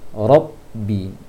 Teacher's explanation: dalam baca ra fathah jangan dimonyongkan bibirnya, jangan dimanyunkan bibirnya, tetapi agak membulat sedikit saja. Lebih utamakan, lebih didominankan pengucapan ra, ra di lisannya.